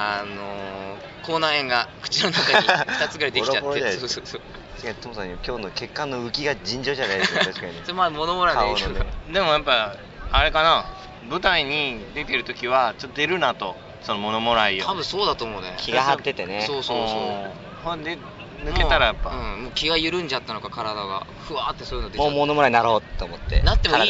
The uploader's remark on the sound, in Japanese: 多摩川からお送りします。急遽多摩川にメンバーが終結。川辺で盛り上がった爽やかトーク。